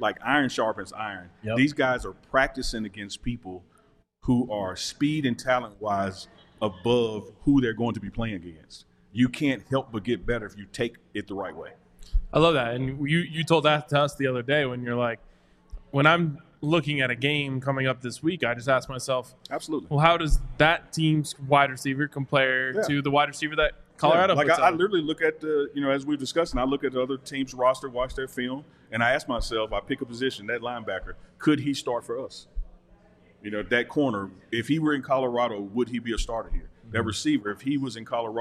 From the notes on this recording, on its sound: live from the DNVR Bar